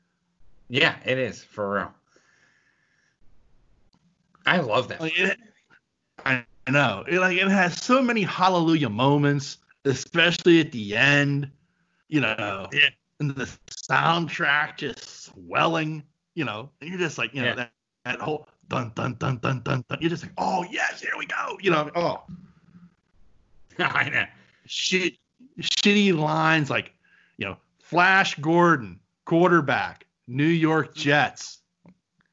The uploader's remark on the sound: due to technical issues the show ends abruptly